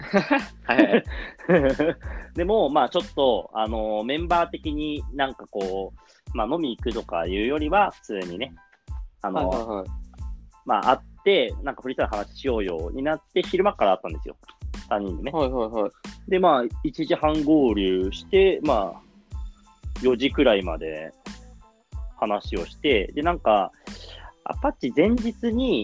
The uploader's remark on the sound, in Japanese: リモート収録